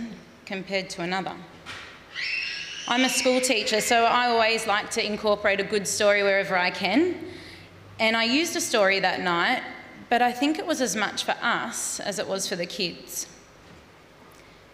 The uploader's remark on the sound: Live Studio Audience